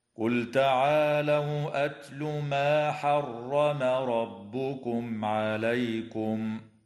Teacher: وتفخم الراء في قوله تعالى حرم ربكم لأنها مفتوحة · لام الفعل في قوله تعالى قل تعالوا، حكمها الإظهار لوقوع التاء بعدها